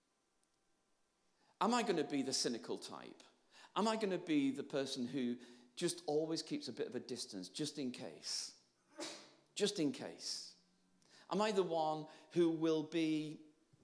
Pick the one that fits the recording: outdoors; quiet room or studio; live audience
live audience